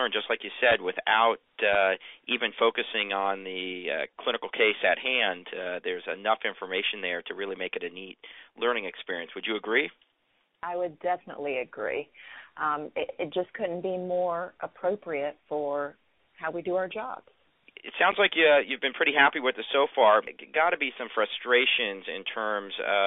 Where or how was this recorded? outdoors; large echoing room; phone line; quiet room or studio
phone line